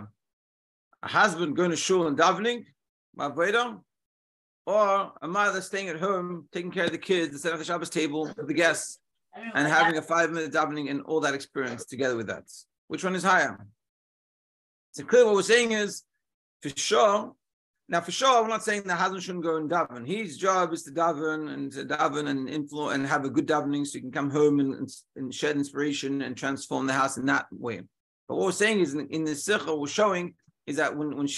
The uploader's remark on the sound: Daily Zoom Shiur